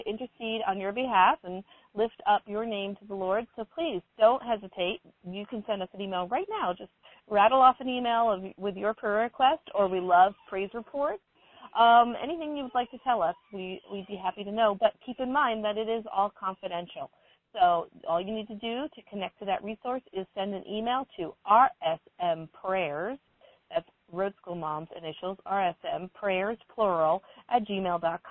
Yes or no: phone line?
yes